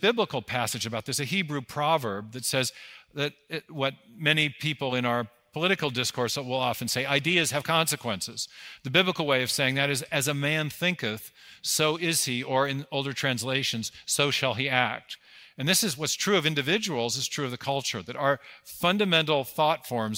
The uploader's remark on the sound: 2023 Dallas Conference on Science and Faith